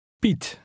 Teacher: The Dutch vowel combination IE sounds somewhat like the long E in feet, but it's shorter and clipped